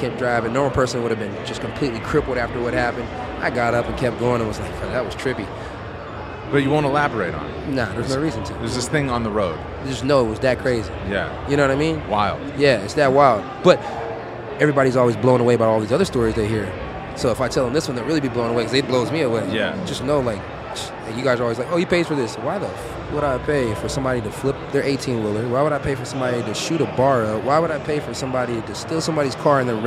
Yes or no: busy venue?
yes